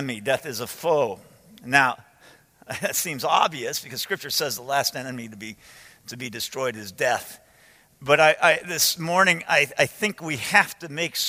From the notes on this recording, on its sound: From the 2015 Clearnote Pastors Conference.